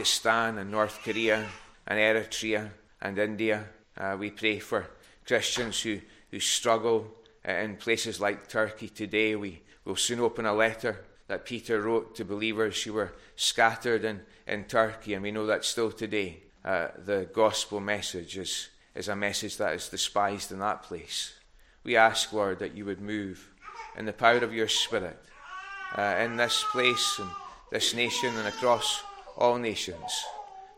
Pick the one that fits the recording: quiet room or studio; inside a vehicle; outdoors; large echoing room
large echoing room